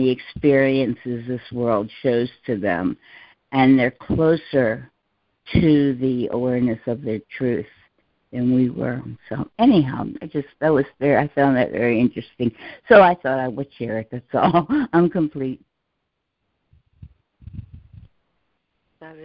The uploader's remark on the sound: ACIM Daily Conference Call